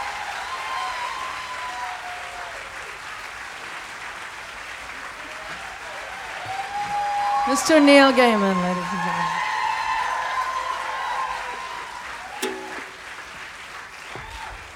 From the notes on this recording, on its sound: Live From The Newport Folk Festival, 2013. Recorded live in concert from the 2013 Newport Folk Festival.